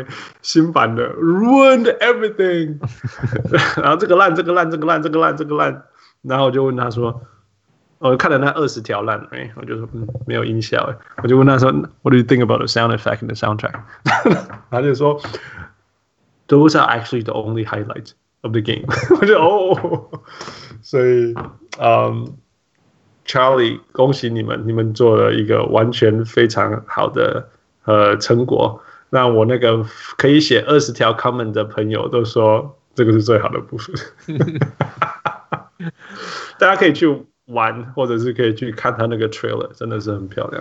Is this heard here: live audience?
no